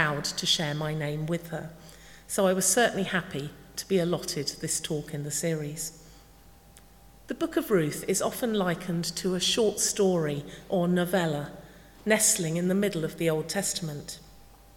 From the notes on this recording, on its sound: speaking at the 9:30 service